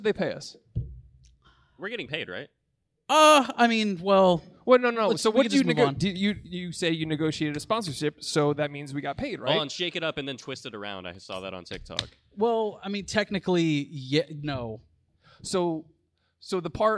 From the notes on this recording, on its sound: LIVE From Fan Expo Dallas. Do their first live podcast at Fan Expo.